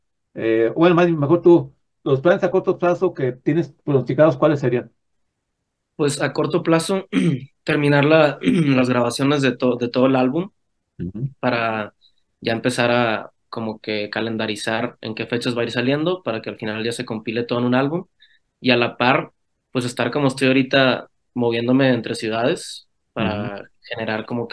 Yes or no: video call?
yes